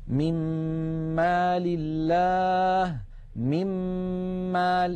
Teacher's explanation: لاحظوا أننا ننتقل من الميم الأولى إلى الميم الثانية مشددة